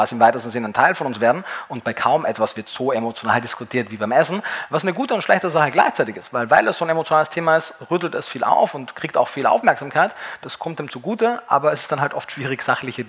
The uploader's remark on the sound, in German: auf der VeggieWorld in Hamburg aufgezeichnet.